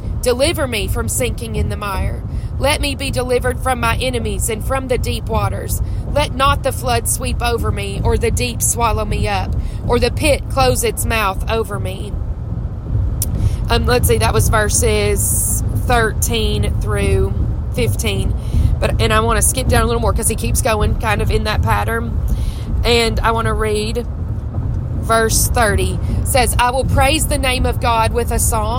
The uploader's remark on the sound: I’m on the road home from church in Mississippi. Recording from my car.